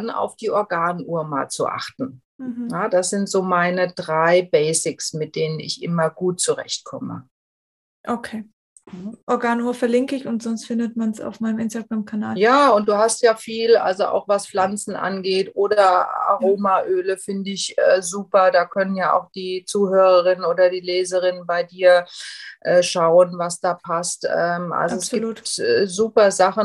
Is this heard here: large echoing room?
no